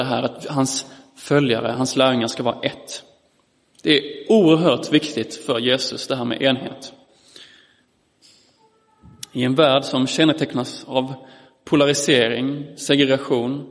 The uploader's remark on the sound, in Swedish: Inspelad i Roseniuskyrkan den 18 september 2022.